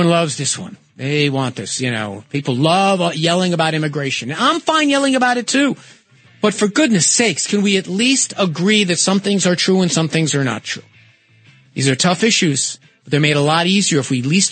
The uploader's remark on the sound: Opened up the phones and found himself being yelled at and doing some yelling himself.